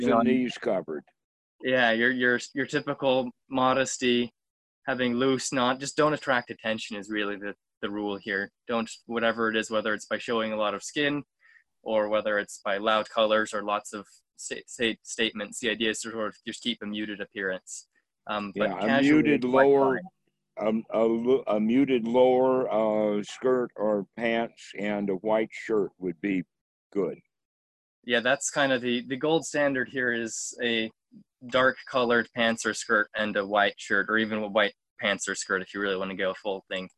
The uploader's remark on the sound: Zoom Call